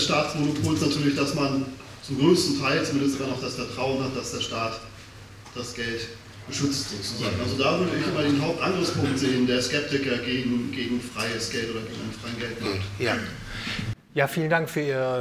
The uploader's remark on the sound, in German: Gehalten auf dem Seminar der Friedrich August von Hayek-Gesellschaft.